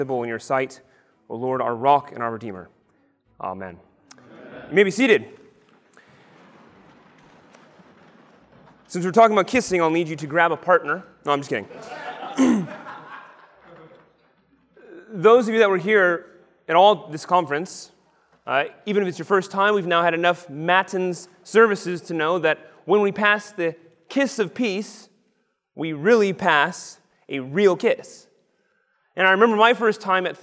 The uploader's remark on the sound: Lecture on the kiss of peace given at the 2023 Theopolitan Ministry Conference.